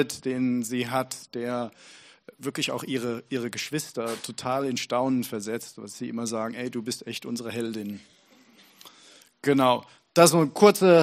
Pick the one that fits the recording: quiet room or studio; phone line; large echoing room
large echoing room